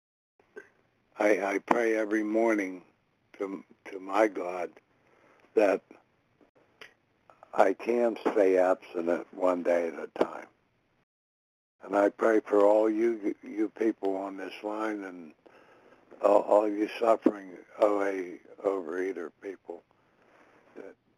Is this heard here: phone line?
yes